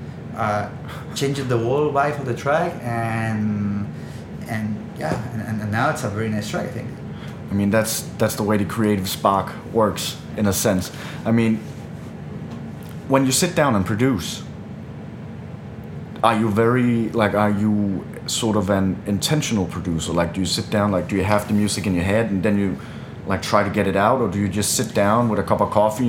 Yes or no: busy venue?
yes